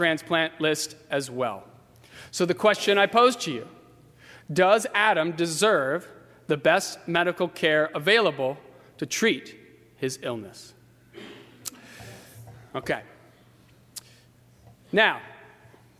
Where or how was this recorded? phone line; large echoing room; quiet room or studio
large echoing room